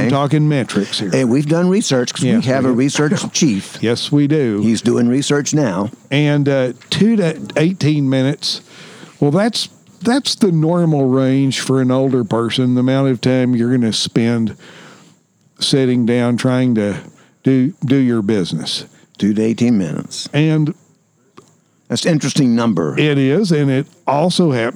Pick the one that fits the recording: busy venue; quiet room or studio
busy venue